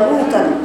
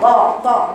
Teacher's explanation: ولو ولو ولو ولو لكن الطاء انتوا قرأتوها كانها تاء قلتوا لوطا هي طاء طاء طاء مستعلاه بقر صوتها فوق · Shown in: second take